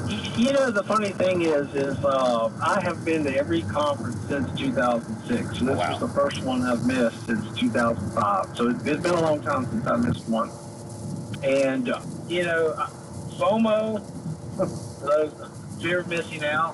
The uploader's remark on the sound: a recap call on the daylong drive back to Ohio